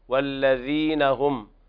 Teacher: طيب انتبه. والذين اخرج طرف اللسان في الذال